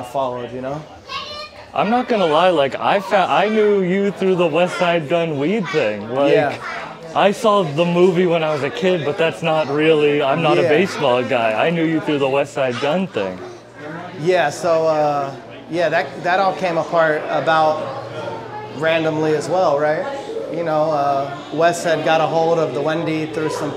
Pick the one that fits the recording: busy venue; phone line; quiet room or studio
busy venue